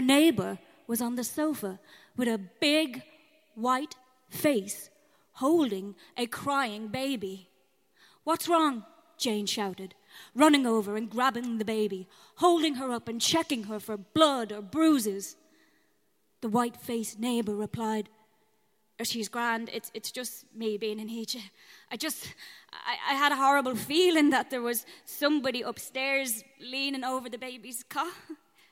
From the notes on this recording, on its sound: This episode was recorded live in front of an audience at SCANRA - a night celebrating the Irish origins of Samhain through the voices and mediums of modern creators - in The Workman’s Cellar. Venue sound engineer.